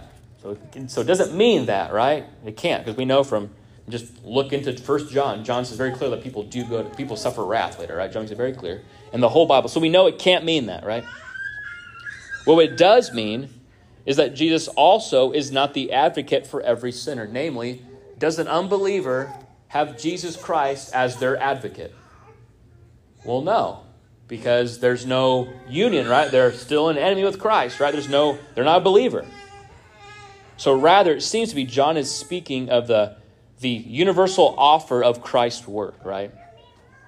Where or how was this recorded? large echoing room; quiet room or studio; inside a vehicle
large echoing room